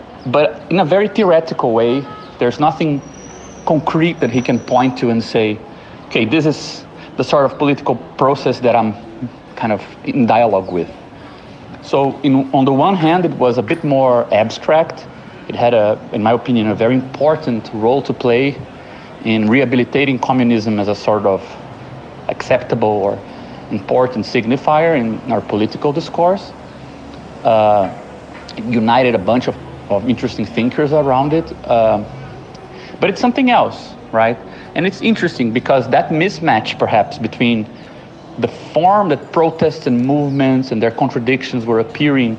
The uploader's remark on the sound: A long-distance conversation held over Whatsapp audio messages while driving, out walking or cooking dinner